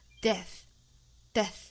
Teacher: Death 尾部的 th 要读成一个清辅音的送气的 death